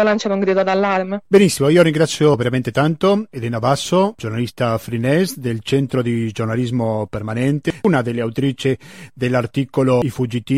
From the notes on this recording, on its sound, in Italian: Al telefono da Santiago del Cile.